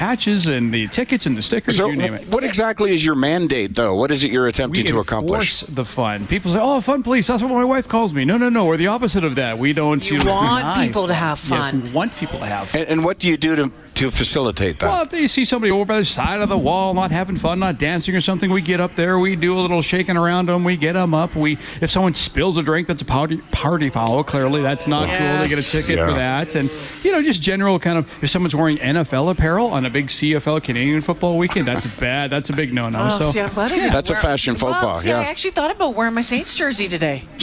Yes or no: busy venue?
yes